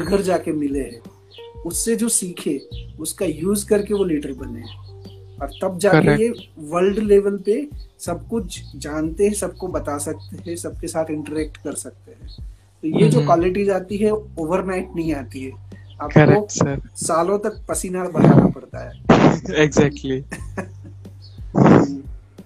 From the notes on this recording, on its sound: Hi there was a problem of Network we record the session 2 time but got issues both time so i Shorted the session. There was a problem of Network we record the session 2 time but got issues both time so i Shorted the session and picked something from that only.